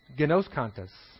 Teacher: the emphasis is on the O